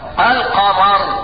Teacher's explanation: نظرا لظهور اللام في كلمة القمر سميت اللام لاما قمرية · Term: لام قمرية